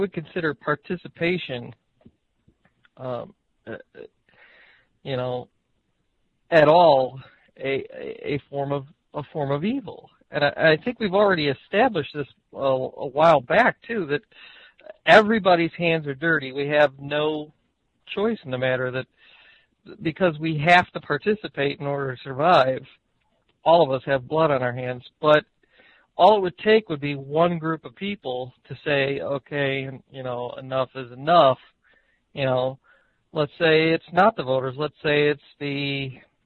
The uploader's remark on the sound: Call In Show